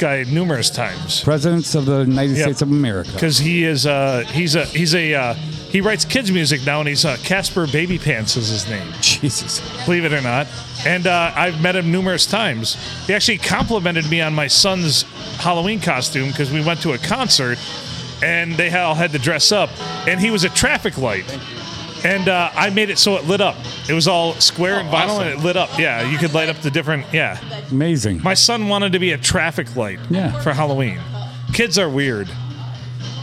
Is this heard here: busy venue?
yes